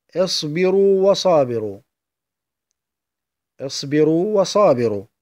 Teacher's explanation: لاختلاف المخرجين، فقد التقت الواو الأولى وهي واو مدية ومخرجها من الجوف، مع واو وصابر وهي واو شفوية تخرج من الشفتين